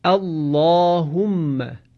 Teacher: لام جلاله اینجاها تفخیم یا تغلیظ شد. همچنین لازم هست اینجا یادآور شویم که کلمه اللهم که هم در قرآن آمده هم در اذکار نماز هست، اینجا هم لام جلاله باید تغلیظ بشه، یعنی به این صورت خوانده بشه، اللهم.